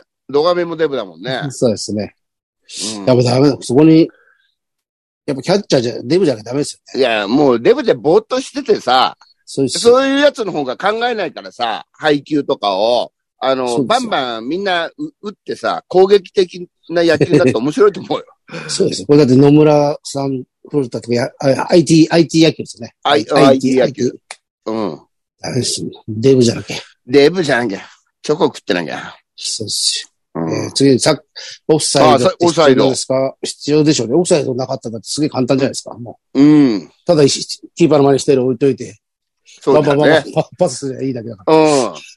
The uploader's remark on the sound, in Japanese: ZOOMで収録〜。